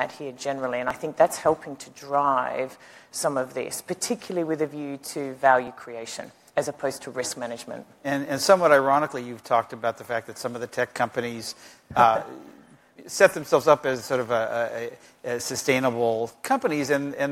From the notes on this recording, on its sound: The best of live interviews from GreenBiz events.